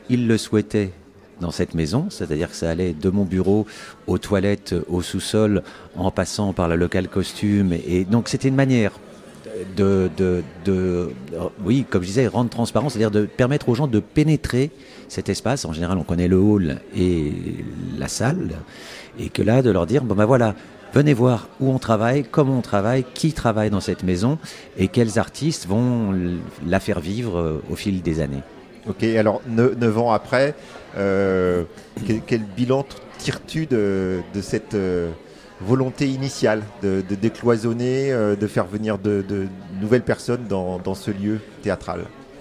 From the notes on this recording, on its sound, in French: le 25/03/2023 au théâtre Olympia à l’occasion du festival WET